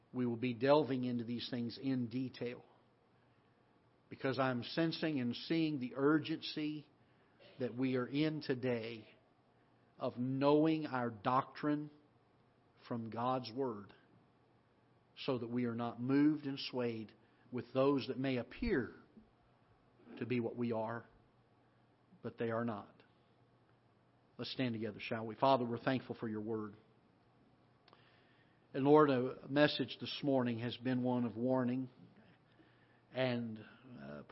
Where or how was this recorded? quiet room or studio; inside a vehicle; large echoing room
large echoing room